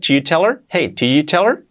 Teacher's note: Casi se omite el did y se queda el chi. Did you tell her?